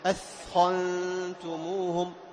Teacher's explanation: رخاوة الثاء أطول لماذا؟ لأن الثاء ساكنة والخاء متحركة